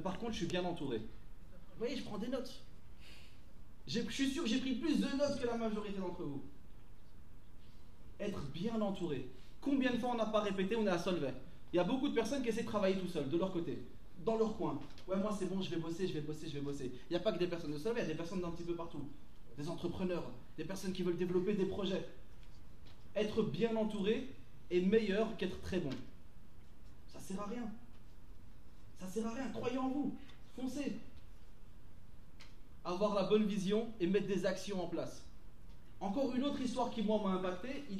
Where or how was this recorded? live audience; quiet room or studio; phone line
live audience